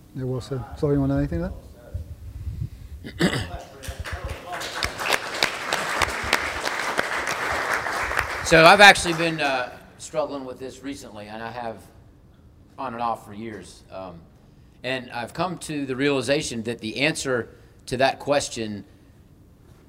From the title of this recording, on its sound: Live! From The F3 10 Year Anniversary